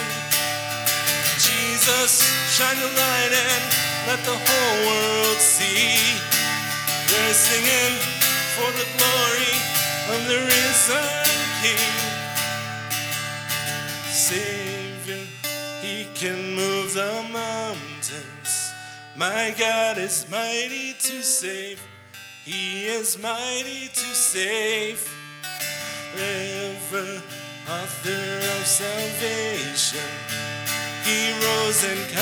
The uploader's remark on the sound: LIve Service 26 July 2020